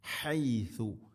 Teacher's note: ഥൻ്റെ ഉച്ചാരണം പ്രത്യേകം ശ്രദ്ധിക്കണം, സീന് ആവരുത്.